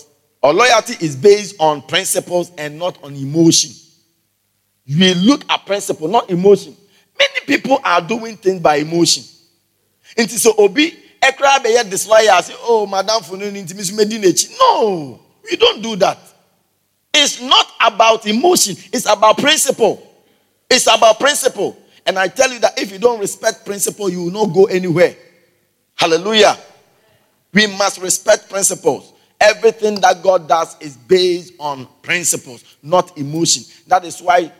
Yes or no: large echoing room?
yes